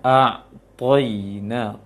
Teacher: seharusnya dibaca mengarah ke o, ditebalkan to-nya kemudian ditambah bunyi ya sukun, dan ini hukumnya ya, lin lembut, dilembutkan saja.